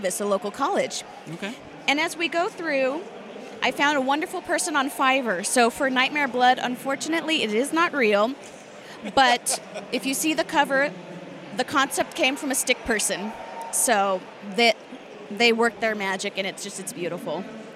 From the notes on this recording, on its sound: Live from DragonSteel 2023. Author Interviews LiveFrom DragonSteel 2023.